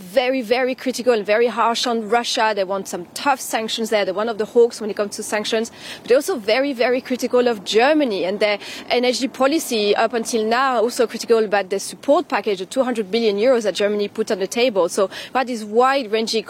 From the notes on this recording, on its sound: We are live in Prague at the inaugural summit of the European Political Community